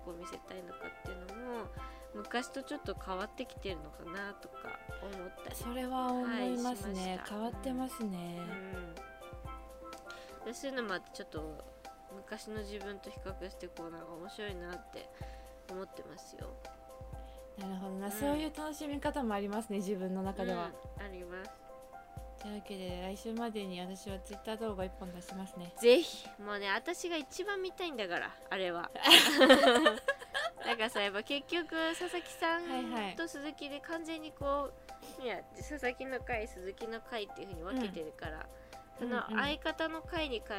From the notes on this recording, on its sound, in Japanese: 工事の音にもめげない声で！家の前では工事を行なっており。雑音が入ってくるやもしれません。